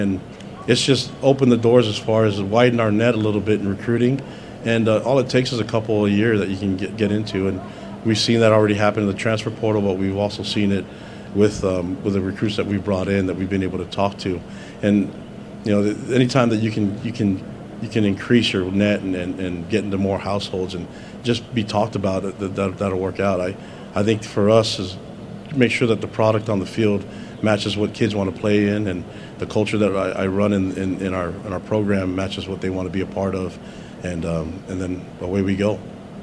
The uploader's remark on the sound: press conference at Big 12 Football Media Days